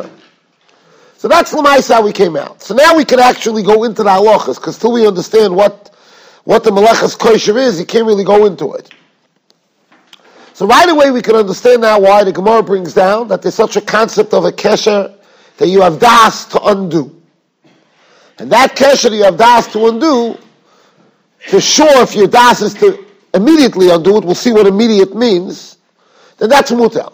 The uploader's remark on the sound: Shiur recorded in Yeshivas Ohr Reuven, Monsey, NY.